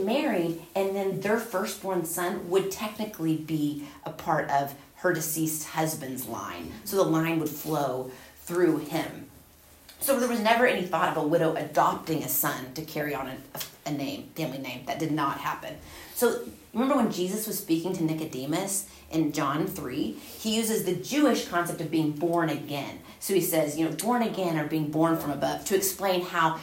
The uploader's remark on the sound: Recorded at Union Church.